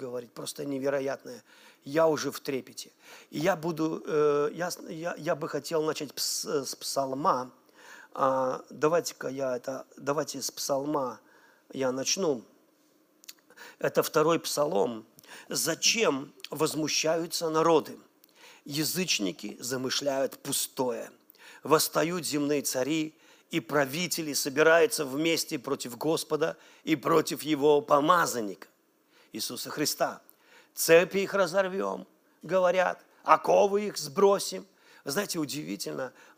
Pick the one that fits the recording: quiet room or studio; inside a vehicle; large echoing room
large echoing room